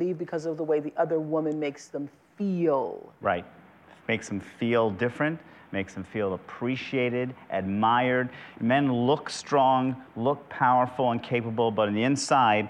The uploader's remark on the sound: talks with couples and the audience